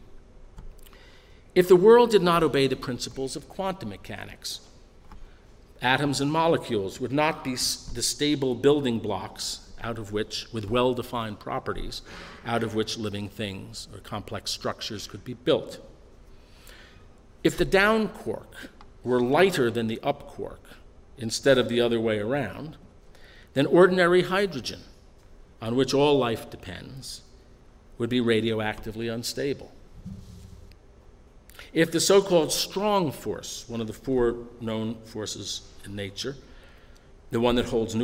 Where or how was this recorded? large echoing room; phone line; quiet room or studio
large echoing room